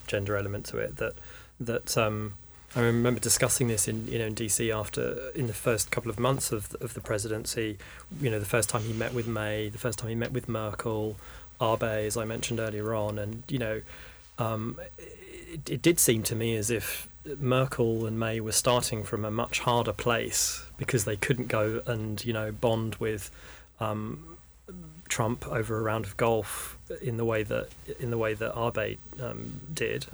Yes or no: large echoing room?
no